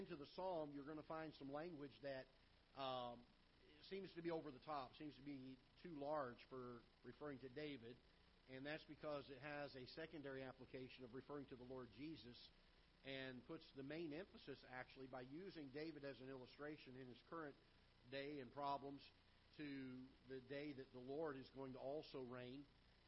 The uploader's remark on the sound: Ketha Heights Baptist Church ~ Live Broadcast